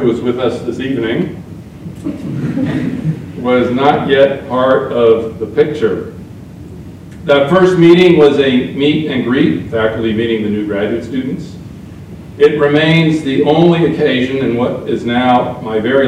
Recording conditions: poor sound quality